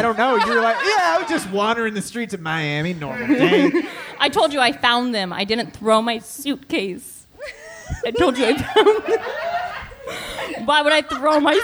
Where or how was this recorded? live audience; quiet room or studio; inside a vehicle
live audience